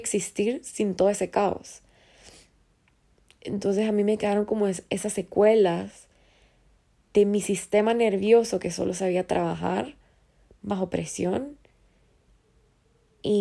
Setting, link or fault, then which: fault, phone or laptop microphone